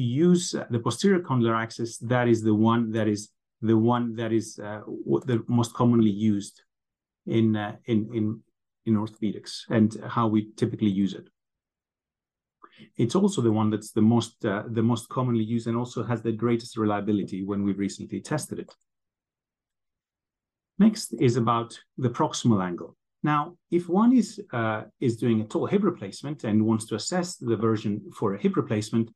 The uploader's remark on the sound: This is the Audio Replay of the recent ISAKOS Webinar